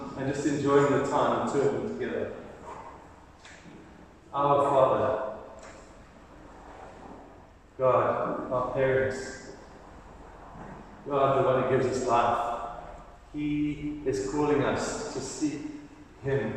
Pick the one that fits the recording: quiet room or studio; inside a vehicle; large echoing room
large echoing room